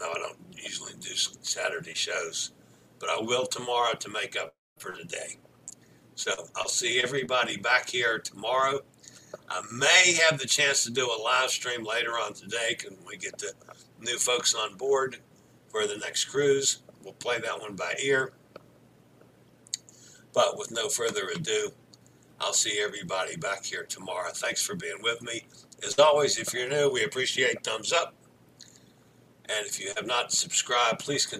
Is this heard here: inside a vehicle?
yes